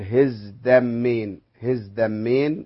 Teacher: الصوت المجهور الزاي في العربية أو العبرية يؤثر في الصوت التاء فيجعلها مجهورة فتنطق دالا · Term: الانسجام الصوتي